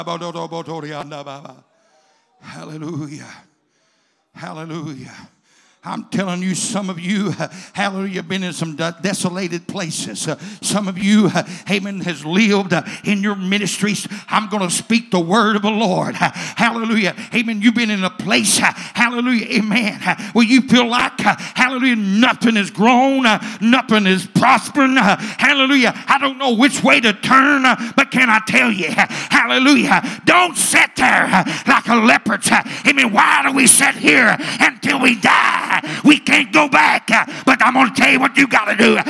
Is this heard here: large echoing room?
yes